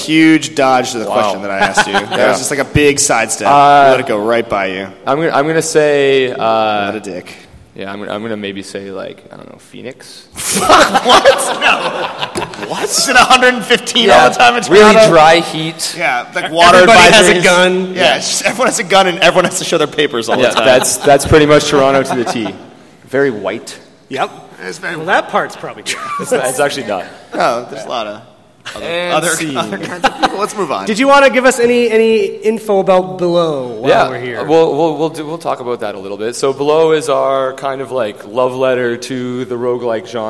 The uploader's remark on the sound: Episode 103 - PAX Prime 2013. This week's episode was recorded in front of a LIVE studio (panel) audience at PAX Prime 2013.